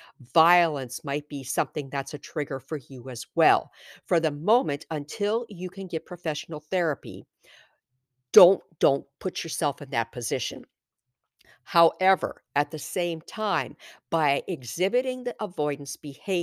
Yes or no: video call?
no